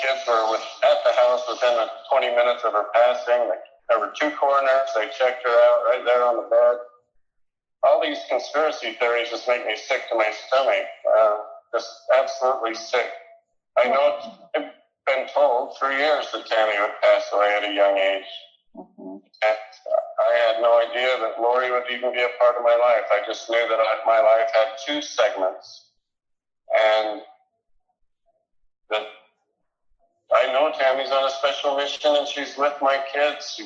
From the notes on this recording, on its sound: a recorded phone call